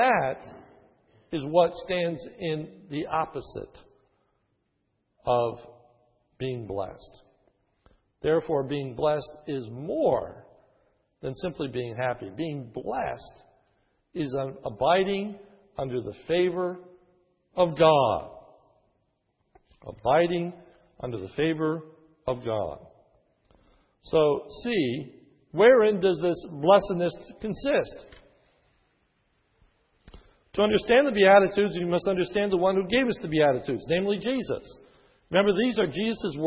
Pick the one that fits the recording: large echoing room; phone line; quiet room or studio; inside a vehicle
large echoing room